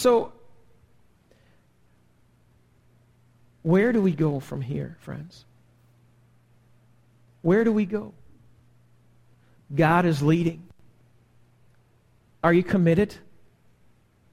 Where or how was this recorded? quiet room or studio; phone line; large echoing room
large echoing room